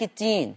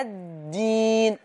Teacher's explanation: ان الدال حرف مجهور يحتبس معه النفس · Shown in: second take